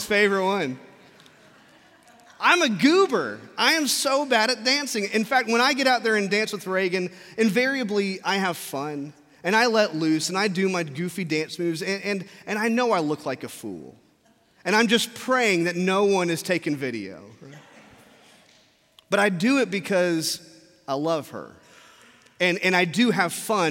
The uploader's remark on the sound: from our Traditional service in the Sanctuary